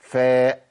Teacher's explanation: للمخرج بتاعها اللي هو اطراف الثنايا مع باطن الشفه السفلى